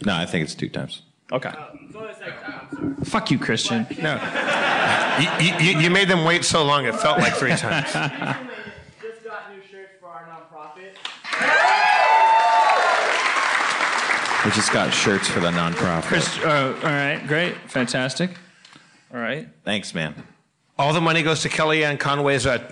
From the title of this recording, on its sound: LIVE From SF Sketchfest 2017